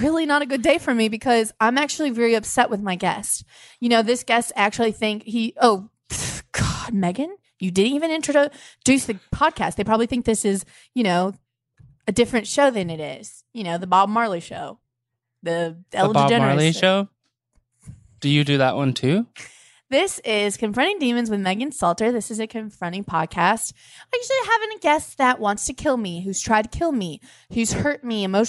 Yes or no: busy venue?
no